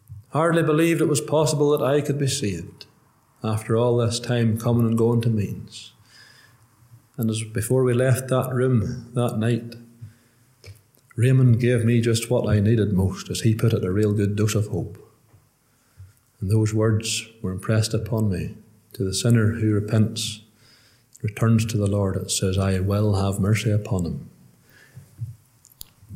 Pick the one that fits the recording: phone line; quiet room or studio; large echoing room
large echoing room